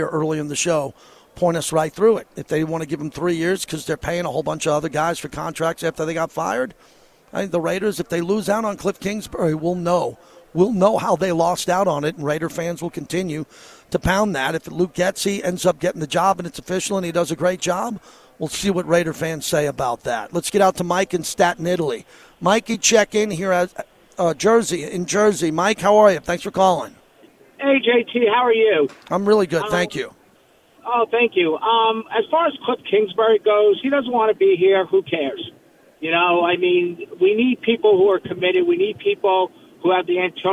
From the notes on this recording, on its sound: LIVE FROM RADIO ROW AT SUPER BOWL 58